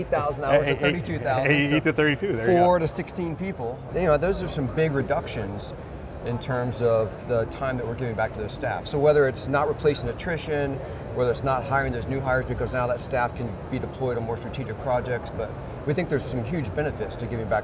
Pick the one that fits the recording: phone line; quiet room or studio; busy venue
busy venue